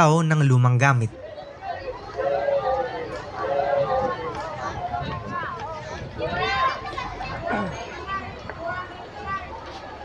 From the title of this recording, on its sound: a walking tour of San Nicolas